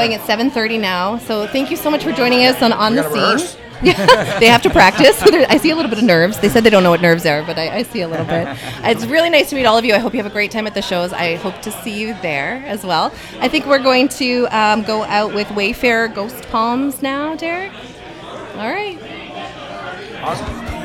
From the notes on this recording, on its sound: Broadcast live from the Jane Bond in Uptown Waterloo